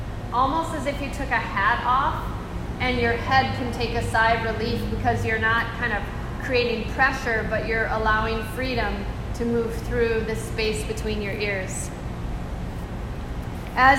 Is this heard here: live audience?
yes